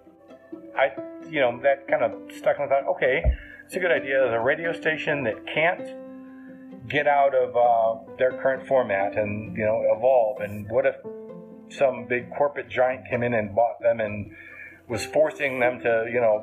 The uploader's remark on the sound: Audio is taken from a video - not the best.